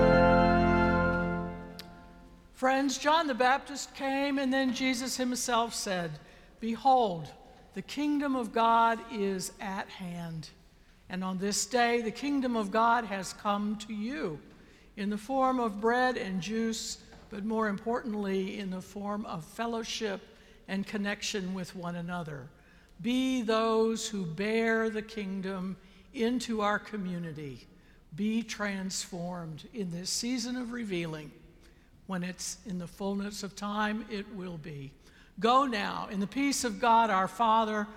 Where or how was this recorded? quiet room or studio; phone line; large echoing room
large echoing room